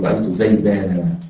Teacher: في المنصوب بالذات أبدلنا التنوين ألف، في المنصوب قل رأيت زيدا فأبدلت التنوين ألفا في المنصوب